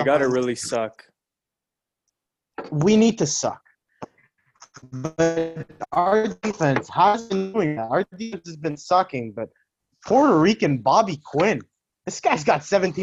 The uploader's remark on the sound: We’re doing the pod through Zoom today because of a little COVID outbreak.